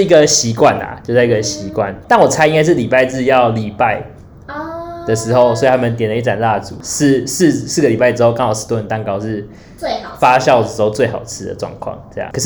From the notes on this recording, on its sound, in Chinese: 本集收音出點問題。會有點遠兒。